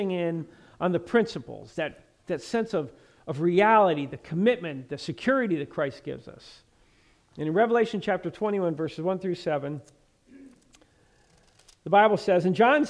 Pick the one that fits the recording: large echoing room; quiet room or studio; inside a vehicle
large echoing room